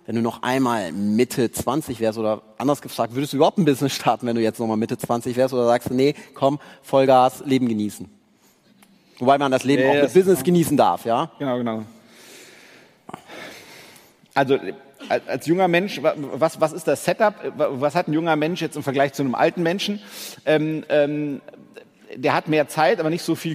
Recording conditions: busy venue